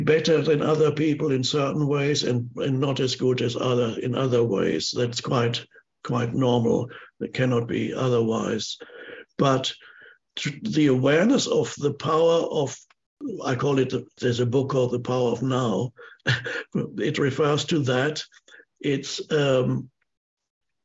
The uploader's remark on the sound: Answers questions from a virtual audience around the world.